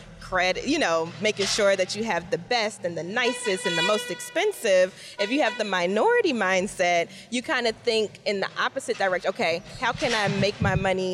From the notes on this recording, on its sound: Live from FinCon 2021